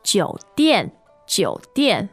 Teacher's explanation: Third and fourth tone.